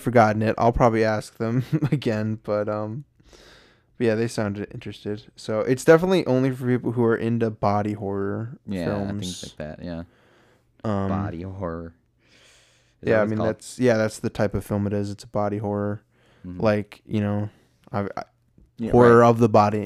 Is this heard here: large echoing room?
no